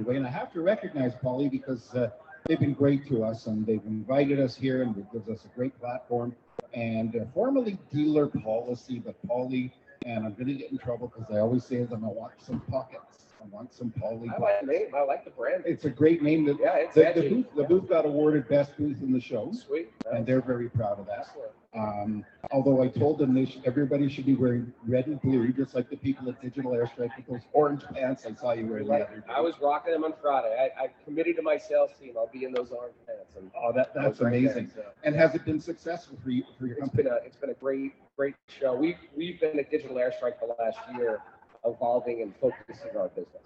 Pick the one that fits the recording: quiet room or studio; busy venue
busy venue